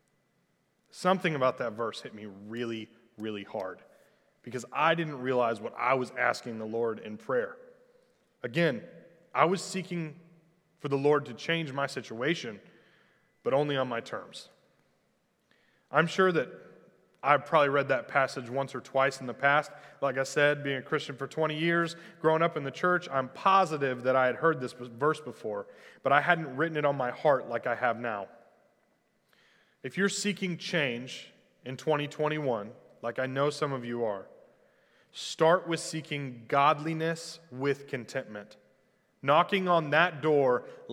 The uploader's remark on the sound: Recorded live at The Fellowship at Two Rivers on January 3, 2021.